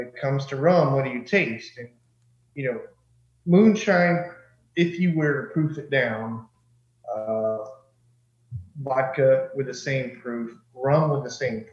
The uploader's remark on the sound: Red Clay Brewing, from Alabama, Zoomed back into The Session this week.